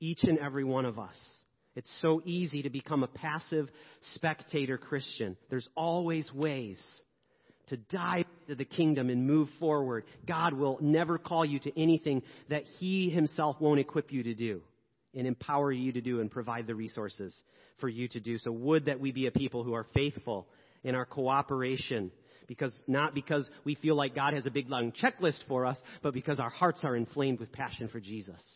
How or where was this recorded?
large echoing room